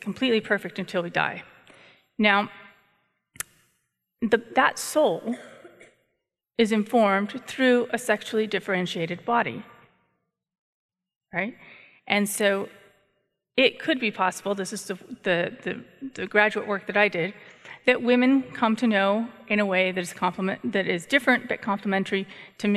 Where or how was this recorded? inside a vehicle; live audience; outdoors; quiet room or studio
live audience